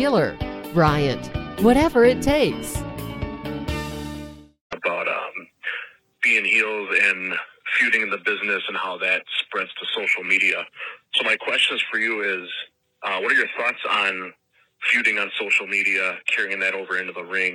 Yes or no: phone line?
yes